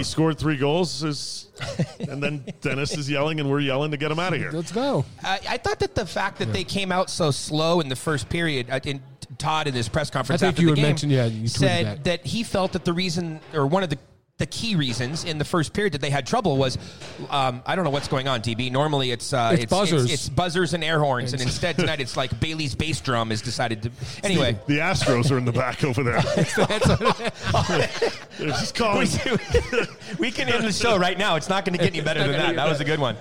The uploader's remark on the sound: Kings Of The Podcast LIVE from Colorado Springs.